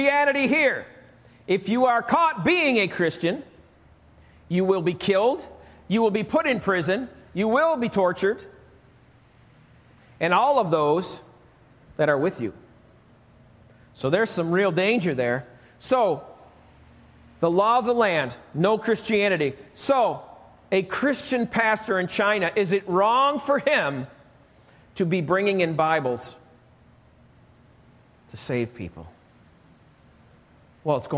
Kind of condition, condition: setting, large echoing room